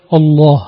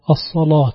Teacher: وإن كانت اللام في الصلاة تحتاج إلى تغليظ زيادة مثل قولك الله · Term: تغليظ اللام